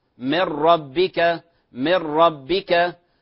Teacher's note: النون الساكنة مع الراء، من ربك، من ربك، فإدغام كامل في النون مع الراء وبغير غنة